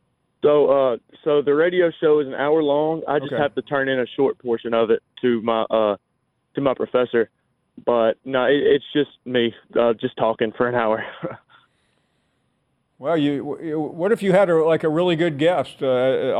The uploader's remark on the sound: we start taking some of your phone calls